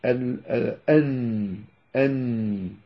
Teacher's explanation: فالنون تأتي من طرف اللسان مع ما يحاذيه من اللثة، فهذه اللثة العليا وأطراف الأسنان، والأسنان ها هنا، فيأتي اللسان هكذا، يأتي اللسان هكذا فيصطدم بأعلى الحنك، الحنك الأعلى، وتخرج أن.